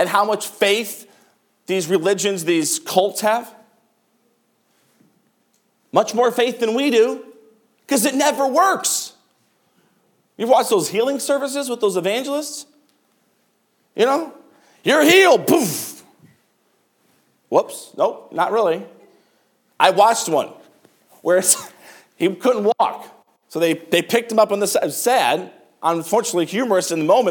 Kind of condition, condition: setting, large echoing room